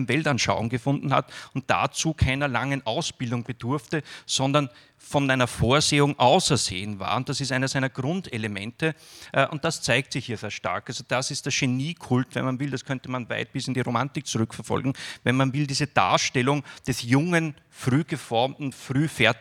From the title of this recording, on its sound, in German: Lesung und Diskussion in der Roten Bar des Volkstheaters